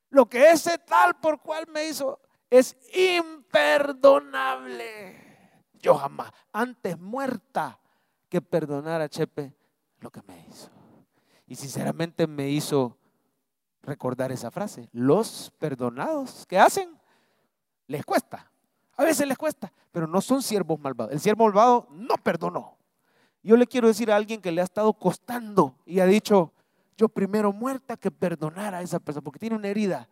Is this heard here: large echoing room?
yes